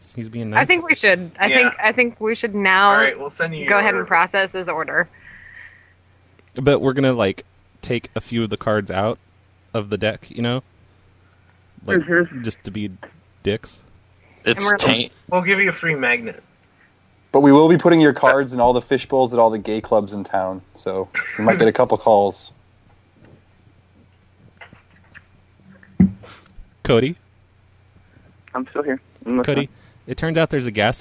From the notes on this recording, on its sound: …'s Personal Prank Phone Calls Collection.